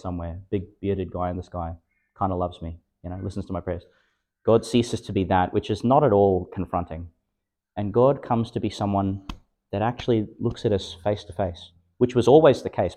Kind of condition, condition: setting, large echoing room